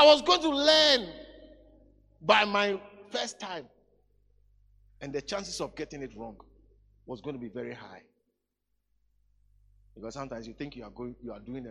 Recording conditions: large echoing room